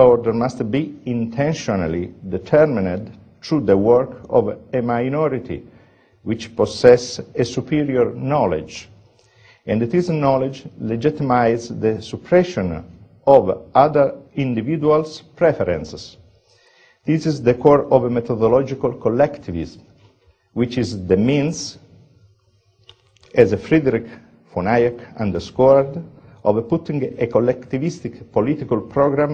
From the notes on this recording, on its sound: Hayek Memorial Lecture. From the 2008 Austrian Scholars Conference at the Mises Institute; Auburn, Alabama.